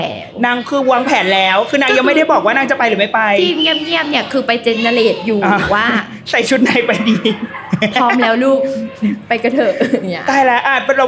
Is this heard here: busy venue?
yes